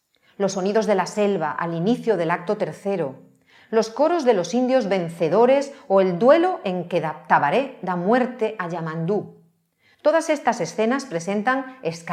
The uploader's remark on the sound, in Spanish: La conferencia fue grabada en el Teatro de la Zarzuela en marzo de 2022.